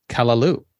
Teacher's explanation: We pronounce it kalalu with the emphasis on the last syllable.